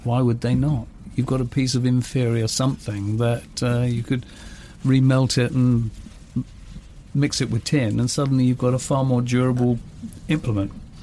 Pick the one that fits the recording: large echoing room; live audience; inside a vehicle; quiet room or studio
inside a vehicle